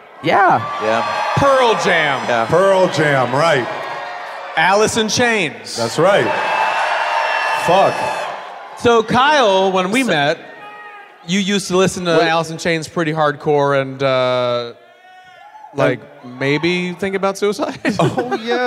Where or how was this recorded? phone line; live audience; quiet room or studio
live audience